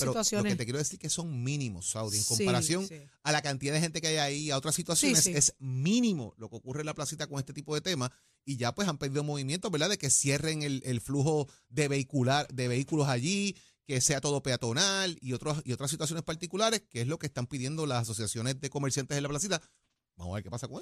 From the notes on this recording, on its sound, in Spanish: 93.7 Z 93 Puerto Rico. Abrimos las línea telefónicas de Z93.